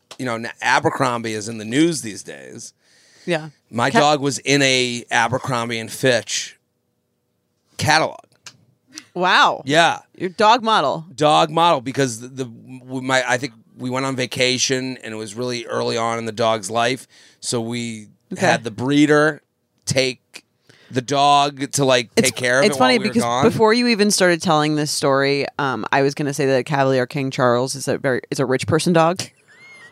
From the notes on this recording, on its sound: A very special episode recorded from the Pizza Hut struggle bus in Athens, GA. Answer a listener voicemail from the Hut-Line.